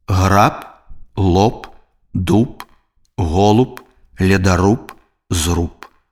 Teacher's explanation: Звонкі зычны б на канцы слова аглушаецца і вымаўляецца як п.